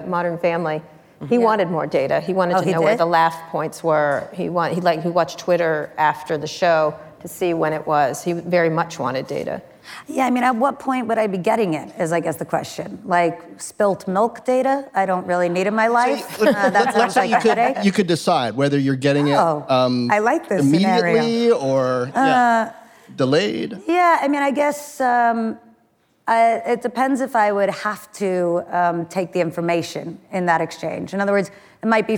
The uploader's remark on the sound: Live at Code 2019